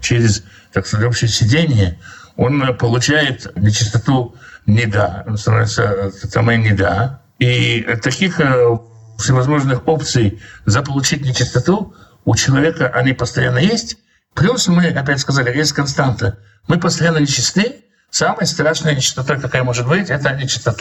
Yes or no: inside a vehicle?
no